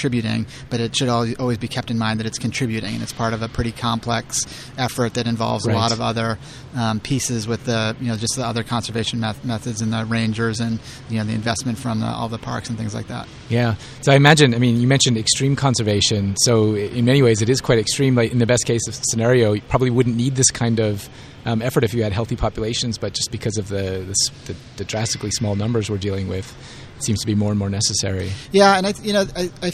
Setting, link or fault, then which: setting, busy venue